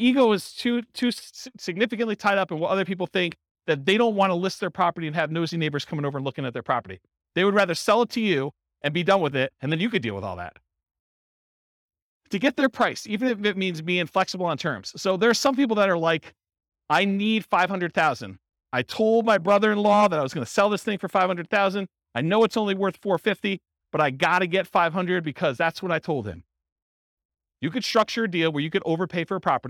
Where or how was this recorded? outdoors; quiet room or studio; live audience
live audience